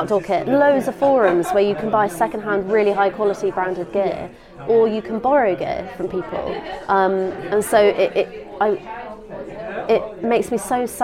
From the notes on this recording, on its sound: live from the Kendal Mountain Festival